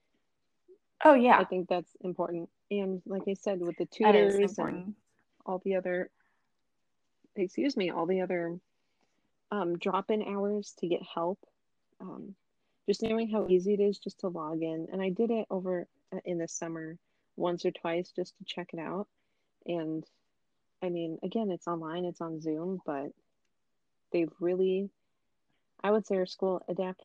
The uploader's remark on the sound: Please excuse my staticy mic, as well as my audio cutting out here and there. Found a great way to record remotely together, and I am looking for a better mic.